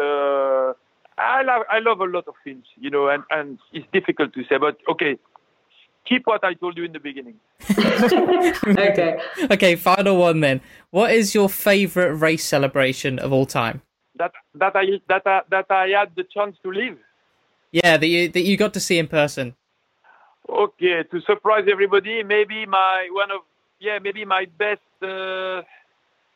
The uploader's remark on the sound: Talked to us over the phone from where he’s locked down in France.